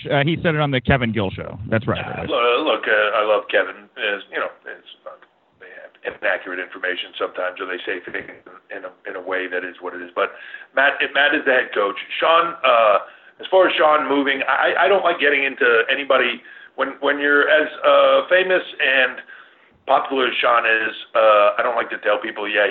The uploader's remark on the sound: pre Takeover Conference call